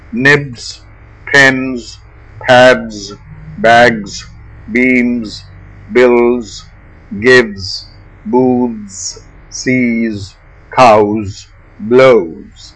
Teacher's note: These words end in voiced sounds, except the 9 voiceless consonants stated above. All the other consonants and the vowels are voiced, and the S in spelling in all cases is pronounced as Z.